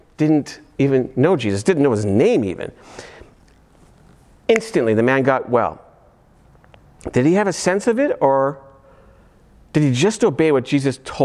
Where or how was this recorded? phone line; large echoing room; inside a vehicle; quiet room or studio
large echoing room